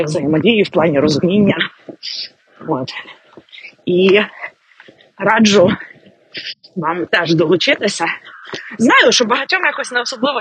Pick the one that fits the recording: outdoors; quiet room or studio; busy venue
outdoors